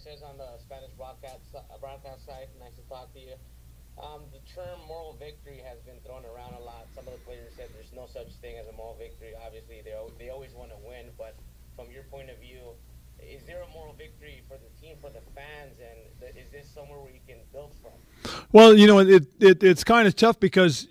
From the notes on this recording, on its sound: Taking your calls. Closing out the hour with your calls on Sunday’s loss.